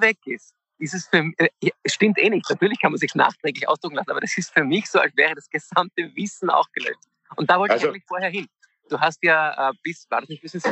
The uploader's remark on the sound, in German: indem sie einander via Skype am Abend beim Reden zusehen